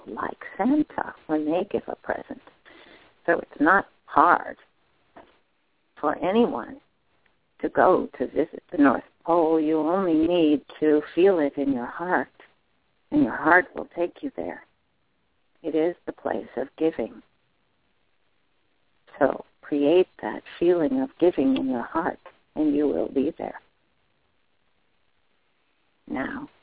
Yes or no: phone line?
yes